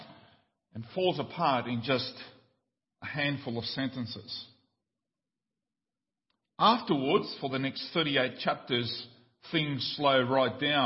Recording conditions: large echoing room